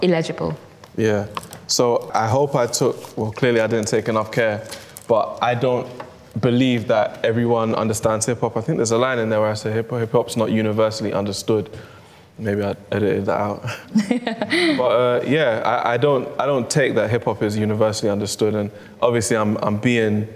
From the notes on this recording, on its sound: This event was recorded on the 9th of June 2022, at Sotheby's in London